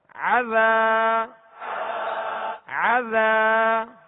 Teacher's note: عین کو درمیانے حلق سے ادا کرنا ہے تاکہ حمزہ کی آواز اس میں پیدا نہ ہو